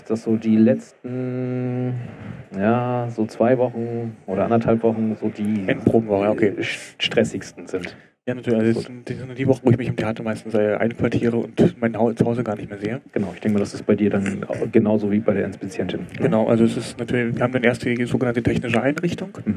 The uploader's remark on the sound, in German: Aufgenommen haben wir im "Platz 1", weshalb es zwischendurch auch etwas laut wird.